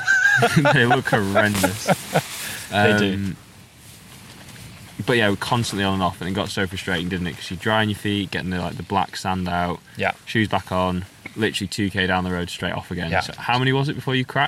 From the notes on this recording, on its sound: This is a small collection of diaries from the road, recorded in the field after some long days on the bike.